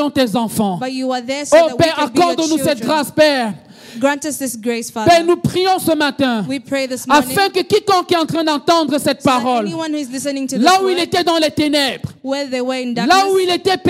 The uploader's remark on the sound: Preached during Joyful Hour Sunday Service Rabat